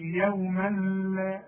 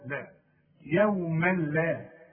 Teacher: واللام تبقى ادغام كامل بدون غنة · Shown in: second take